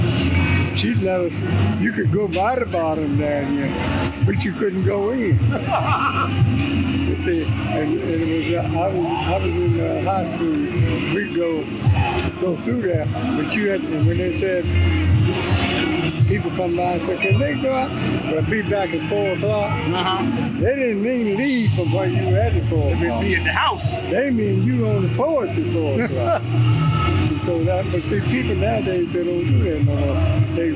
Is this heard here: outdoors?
yes